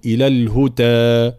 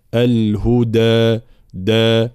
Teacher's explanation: الدال مجهورة وشديدة · Shown in: second take